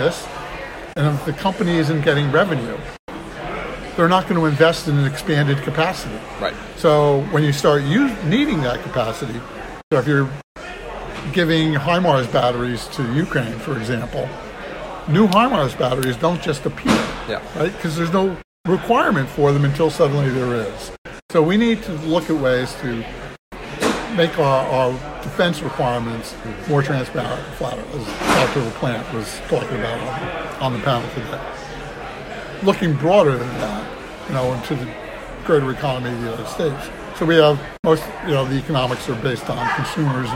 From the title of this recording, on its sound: Live from RNDF22